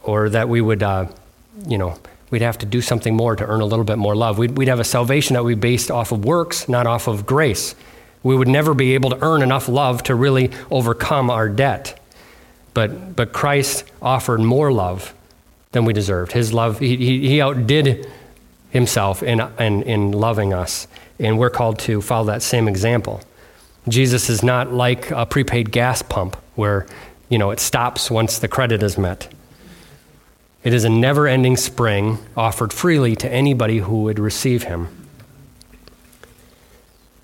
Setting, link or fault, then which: setting, large echoing room